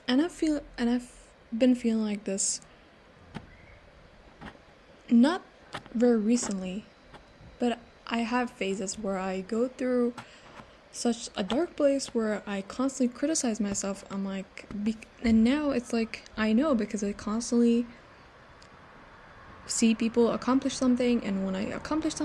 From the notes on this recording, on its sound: Please ignore the background noises.